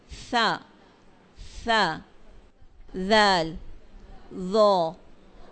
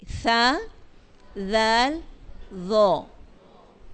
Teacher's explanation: तीनों हरूफ जो है इसमें जुबान की नोक सनायाउलिया के सिरे से लगेगी